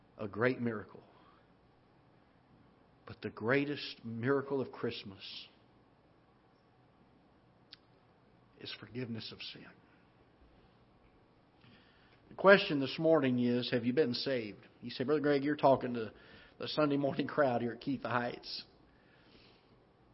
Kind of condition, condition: setting, large echoing room